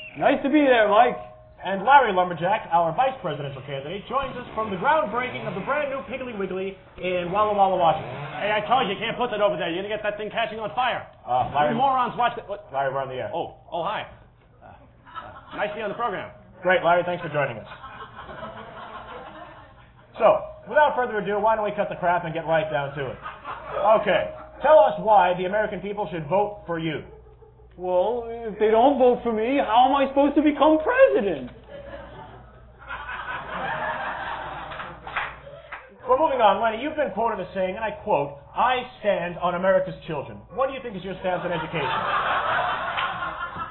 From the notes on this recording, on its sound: Performed live at Void in New York City during the Machinima Film Festival 2003.